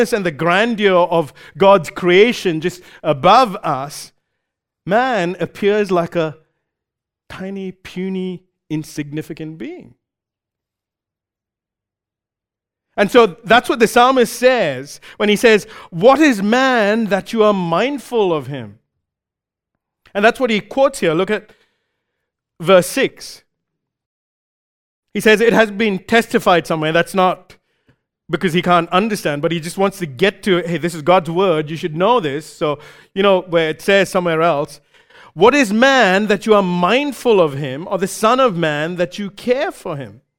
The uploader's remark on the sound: Recorded live at Grace Community Bible Church.